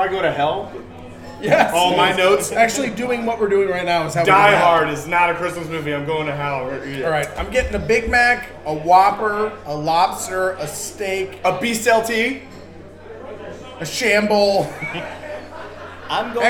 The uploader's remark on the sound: LIVE and direct from Shamrocks!